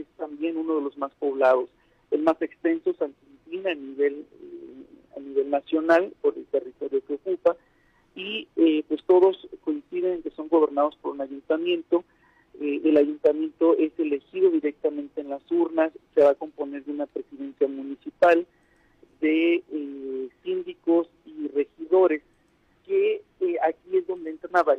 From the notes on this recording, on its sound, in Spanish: entrevistamos vía telefónica